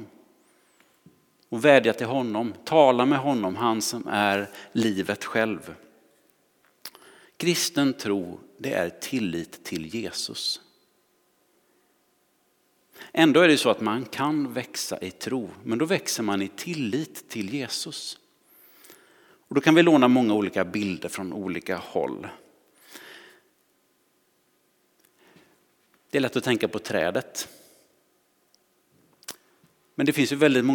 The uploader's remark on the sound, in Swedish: Inspelning från Immanuelskyrkan Skövde.